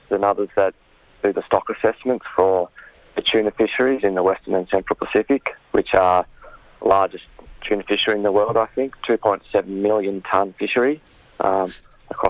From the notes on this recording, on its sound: He'll join us by phone to summarise findings of audits over 2 years.